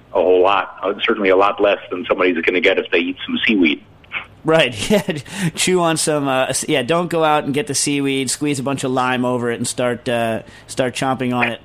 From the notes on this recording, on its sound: Joined via telephone.